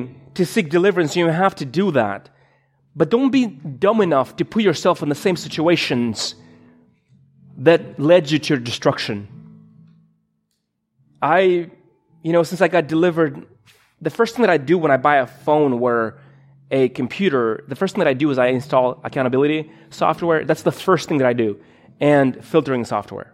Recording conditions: large echoing room